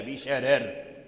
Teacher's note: إذا وقف ورس على بشرر يقف بالترقيق بشرر، فيرقق الراءين، يرقق الراء الأولى ويرقق الراء الثانية